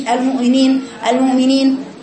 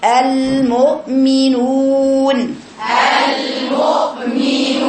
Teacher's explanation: شوف الهمزة بتجي منين، أقصى الحلق · Shown in: second take